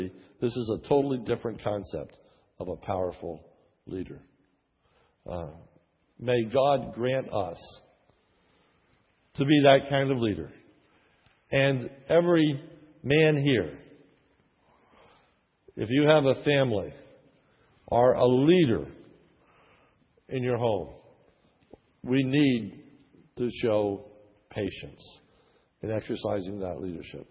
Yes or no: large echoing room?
yes